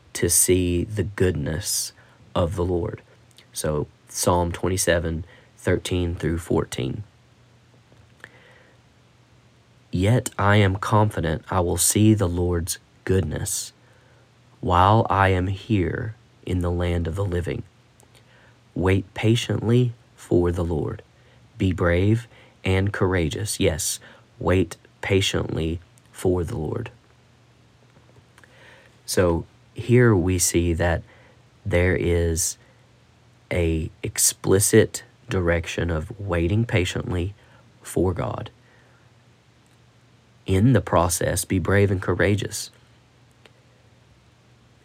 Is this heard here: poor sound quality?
no